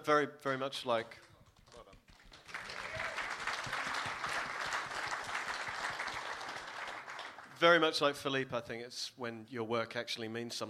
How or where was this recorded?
live audience